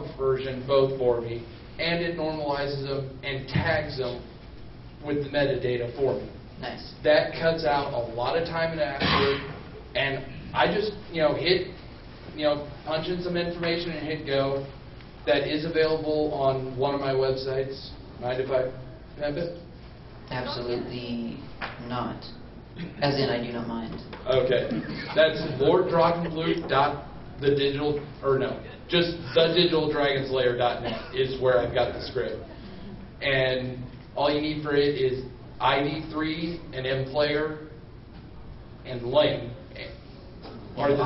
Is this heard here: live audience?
yes